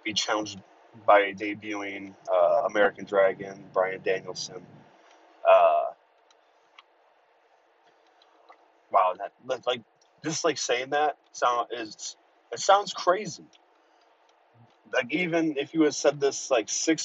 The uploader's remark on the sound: live from the PWP Express (his car